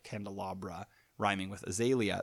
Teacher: Leah and bra don't quite rhyme exactly. It's just the ah sound that's rhyming.